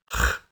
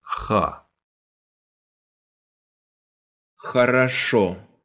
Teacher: It's almost like you're clearing your throat. I mean, as if to spit. · Term: very Russian х sound